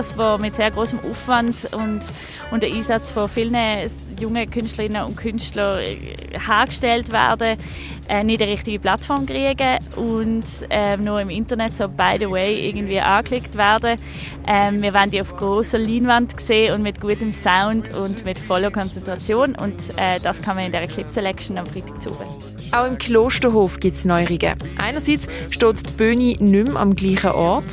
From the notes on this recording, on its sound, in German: Jugendkulturfestival. Radio X sendet live vom Barfi und du kannst uns in der offenen Kirche Elisabethen besuchen kommen.